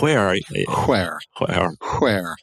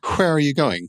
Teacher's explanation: classically also adding the aspirated H before a W